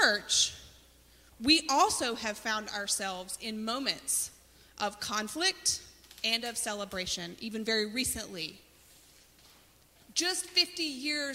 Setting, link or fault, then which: setting, large echoing room